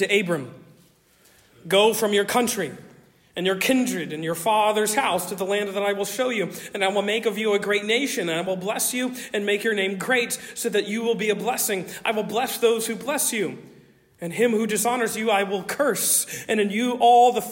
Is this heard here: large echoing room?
yes